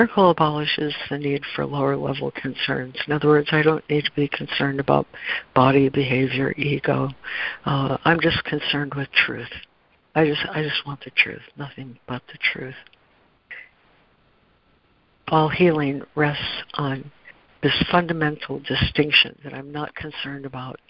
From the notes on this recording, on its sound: ACIM Daily Conference Call